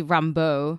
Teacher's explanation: I put the emphasis on the end because I'm Northern and we elongate our vowels